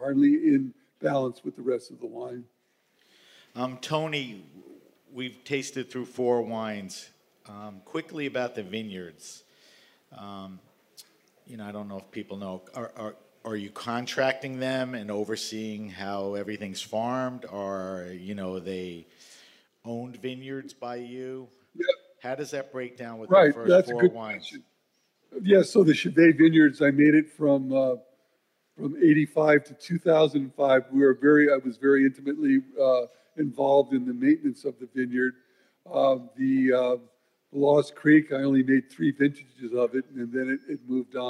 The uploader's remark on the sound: This episode of HRN On Tour comes to you live from Raw Wine 2023 in East Williamsburg, Brooklyn. This episode of HRN On Tour comes to you live from Raw Wine 2023 in East Williamsburg, Brooklyn. Taking place at 99 Scott , this ‘Speakers’ Corner’ event. The audience tastes his 1980 vintage.